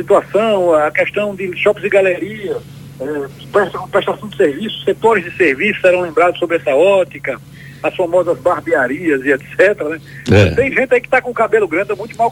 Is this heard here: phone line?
yes